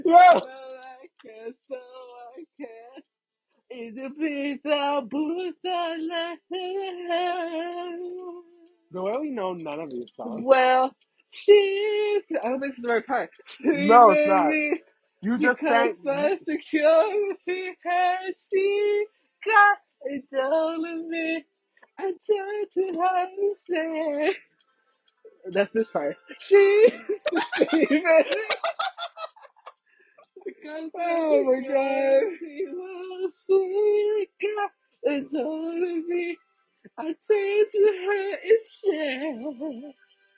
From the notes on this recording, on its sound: Sorry for the audio troubles! It's just our singing lol. Join us for our in-person recording as we sing along to our favorite songs.